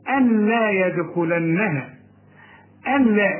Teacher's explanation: نون ساكنة وبعدها لام مفيش غنة فيها · Term: إدغام كامل بدون غنة